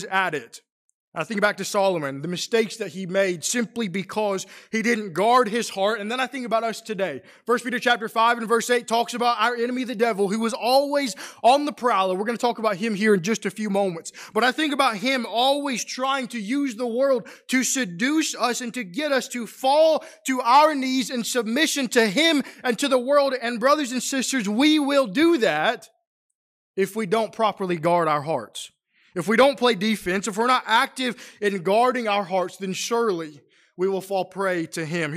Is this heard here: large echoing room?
yes